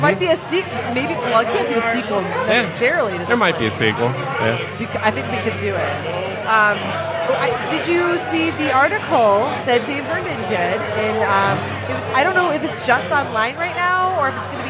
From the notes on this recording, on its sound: Live from Falling Down Beer Company